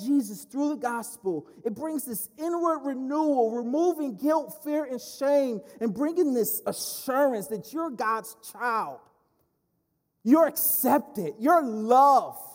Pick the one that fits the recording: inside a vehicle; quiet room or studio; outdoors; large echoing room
large echoing room